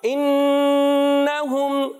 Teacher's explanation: हमजा को वाजे करेंगे, खूब जाहिर करके अदा करेंगे, नून मुशद्दद में एक अलिफ का गुन्ना करें।